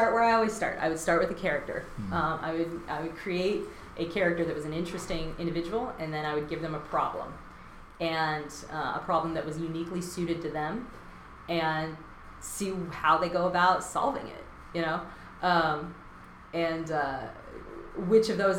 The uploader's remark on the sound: I recently received some new equipment and software, and the sound quality is kind of echo-y.